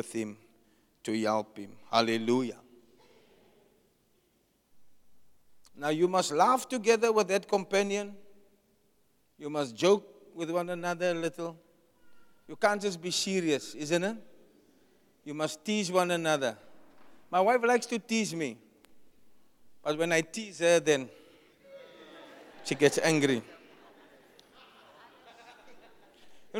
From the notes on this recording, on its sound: Preached at the Jesus Cathedral, Cape Town on the 01 October 2023